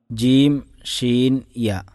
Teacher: വസത്തുൽ ലിസാൻ നാവിൻ്റെ മധ്യഭാഗത്തുനിന്ന് ഉച്ചരിക്കപ്പെടുന്ന അക്ഷരങ്ങളാണ് മൂന്നക്ഷരങ്ങളാണ് ജീം ഷീൻ യ. യ എന്ന് പറയുമ്പോൾ ശ്രദ്ധിക്കുക, മദ്ദല്ലാത്ത സന്ദർഭത്തിലാണ്.